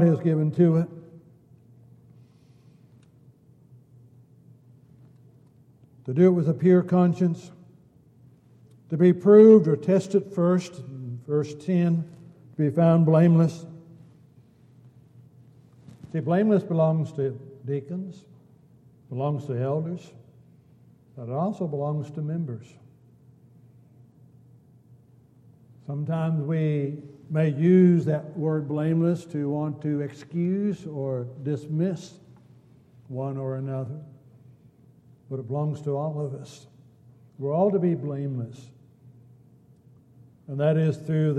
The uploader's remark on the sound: Downtown Church Of Christ Audio Sermon